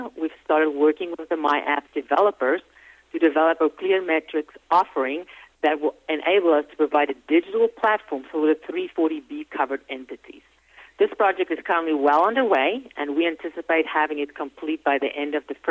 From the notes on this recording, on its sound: investor conference call